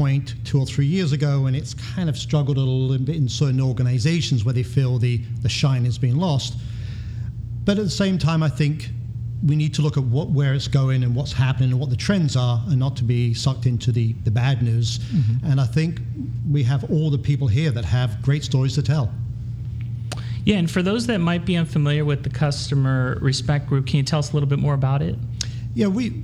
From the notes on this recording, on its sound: LIVE from the LIMRA/LOMA Social Business Conference in Boston. A special recording in front of a LIVE audience at the LIMRA/LOMA Social Business Conference for Financial Services. On the mainstage.